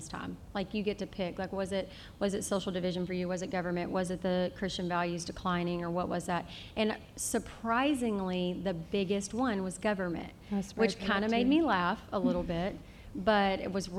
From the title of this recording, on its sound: LIVE at SFL Conference